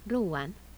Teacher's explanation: An allophone of U, an intervocalic glide.